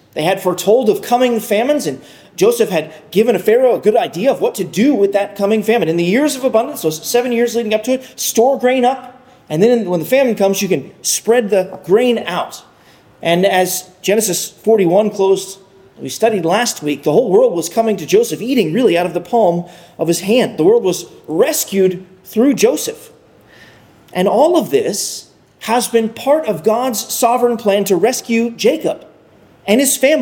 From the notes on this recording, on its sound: Sermon preached. At Arlington Baptist Church in Arlington, Virginia.